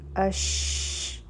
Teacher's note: په شین باندې خورېدو والا آواز دی دا آواز لکه چې مونږ وایو اش په دې ژبه باندې خور شي را به نری وایو د کاف سره به یوځی شي پا په کاف باندې سکون دی، دلته کې به مونږ همس کوو.